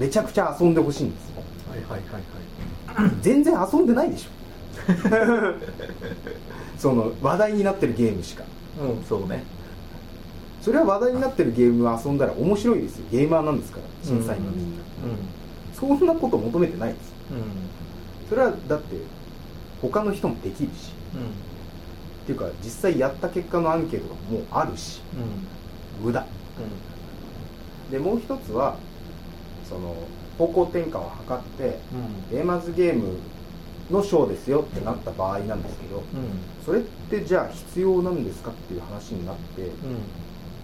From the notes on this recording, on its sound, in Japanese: １月に録音したものです。音質が悪く聞き取りづらいかと思いますがご容赦ください。